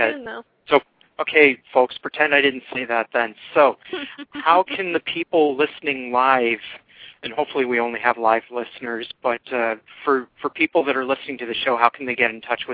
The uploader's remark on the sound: fan interaction via phone